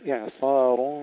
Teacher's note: ترقيق العين مع تسكينها بدون قلقلة ثم تفخيم الصاد